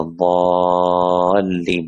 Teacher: النبر يكون في الحرف المشدد بعد مد، مثل الحاقة.